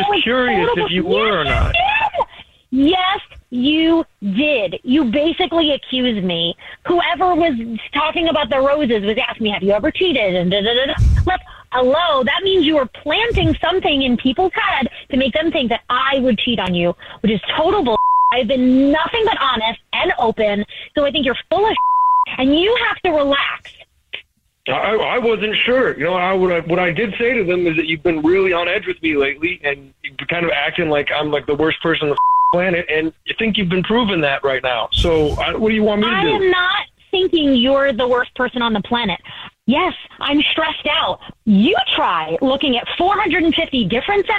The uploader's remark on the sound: one of our listeners is on the phone